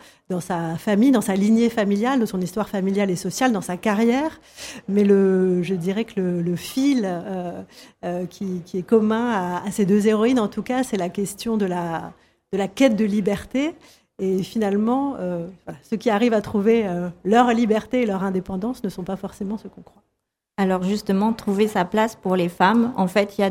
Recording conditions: busy venue